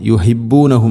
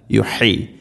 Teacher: യുഹി ഹ, അതിൻ്റെ മഖ്റജ് അഥവാ അക്ഷരം വരുന്ന സ്ഥലം തൊണ്ടയുടെ മധ്യഭാഗമാണ് · Shown in: first take